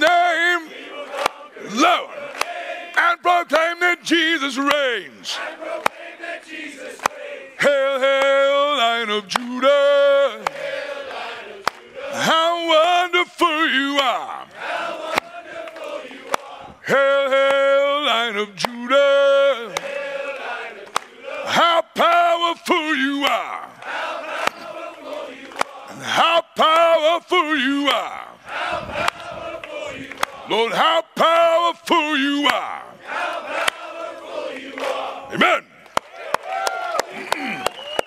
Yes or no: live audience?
yes